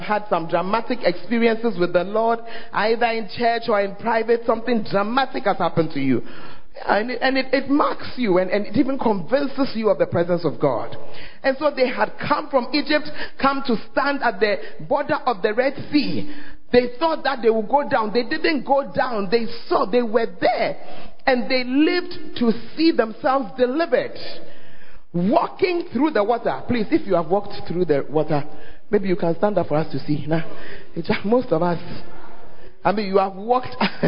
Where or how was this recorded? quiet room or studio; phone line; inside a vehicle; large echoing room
large echoing room